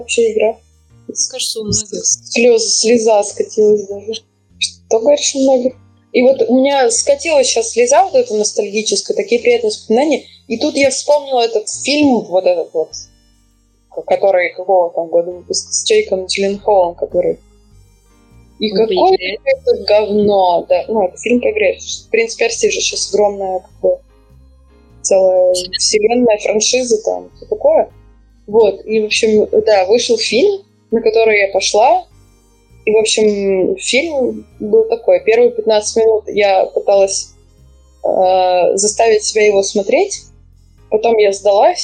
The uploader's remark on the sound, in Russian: По ошибке записалась на микрофон ноутбука, поэтому звук получился как обычно. Мы очень стараемся и обещаем улучшить качество звука!